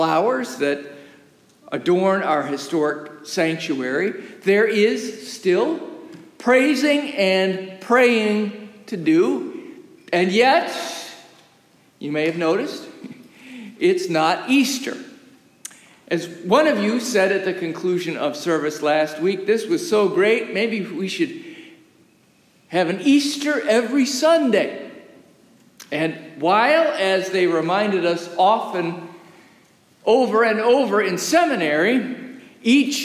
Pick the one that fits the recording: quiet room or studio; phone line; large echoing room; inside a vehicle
large echoing room